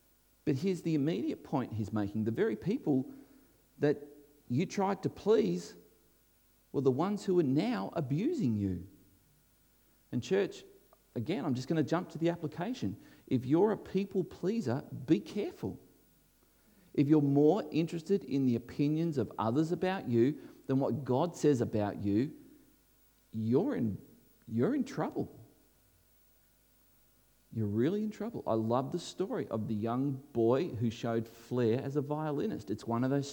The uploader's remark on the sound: This was recorded before a live audience